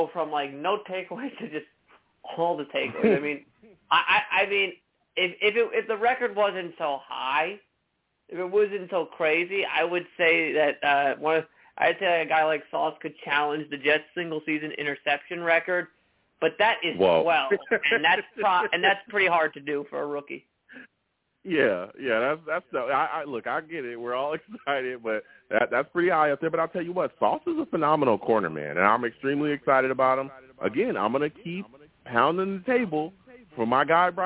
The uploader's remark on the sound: I also take live callers!